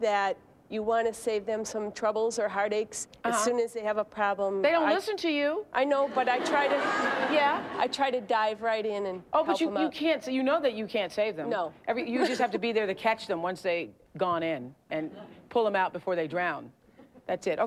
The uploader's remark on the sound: Talks to audience members about their biggest flaws.